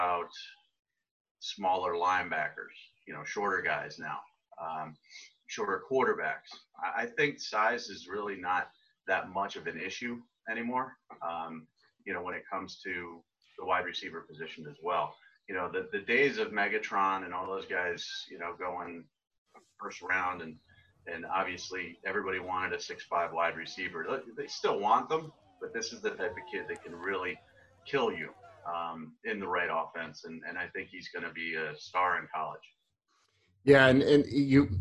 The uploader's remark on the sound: Zoom Audio